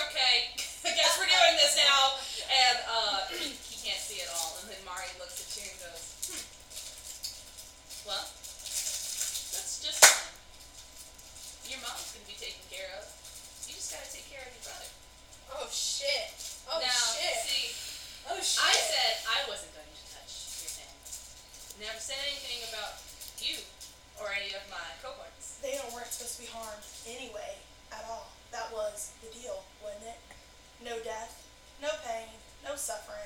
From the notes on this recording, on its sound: I apologize for the audio quality of this first episode. Because that section of audio for me got corrupted.